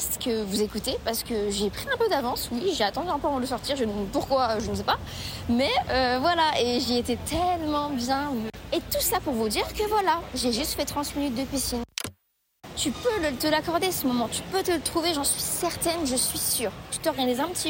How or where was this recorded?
inside a vehicle